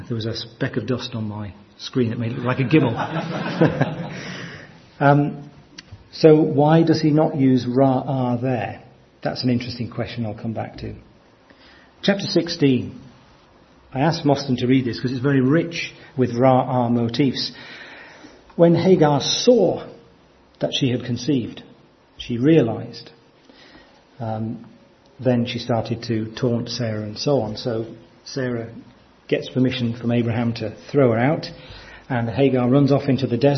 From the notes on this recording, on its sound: from our 2014 conference